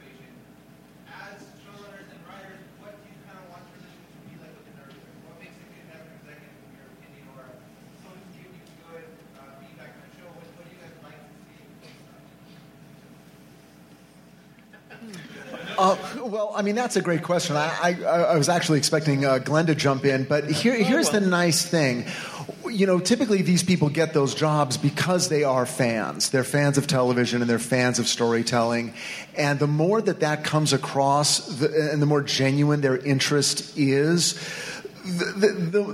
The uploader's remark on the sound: Recorded at WonderCon in Los Angeles on March 26, 2016.